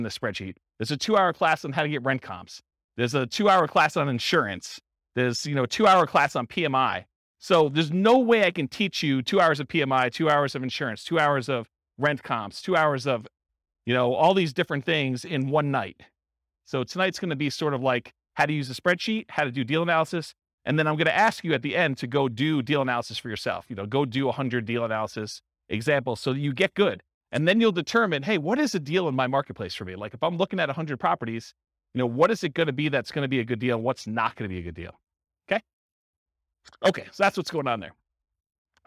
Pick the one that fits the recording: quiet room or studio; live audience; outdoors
live audience